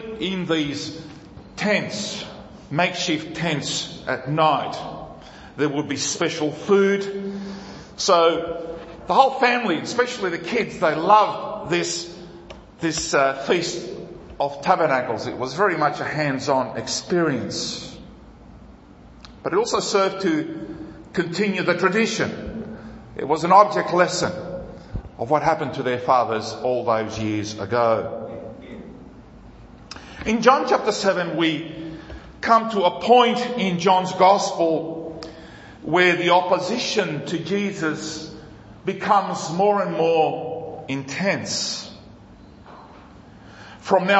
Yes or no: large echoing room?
yes